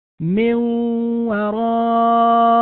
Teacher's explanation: الواو شددت لأجل الإدغام، إدغام النون في الواو، فهذا الحرف المشدد من الحروف التي تكلمنا عنها، وهو في مرتبة دون المرتبة العالية في التشديد لأجل بقاء الغنة.